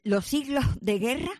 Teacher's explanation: esa S medio aspirada, me ha encantado porque eso resulta bastante andaluz